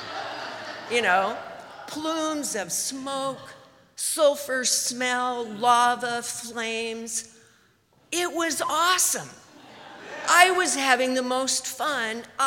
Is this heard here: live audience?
yes